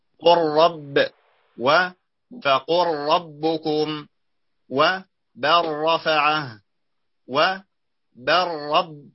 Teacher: ذكر اللام، وهو حرف مجهور، فإن التقى بالراء وهو ساكن قلب راء، وأدغم في الراء إدغاما مشبعا من غير تكرير لشدة تقاربهما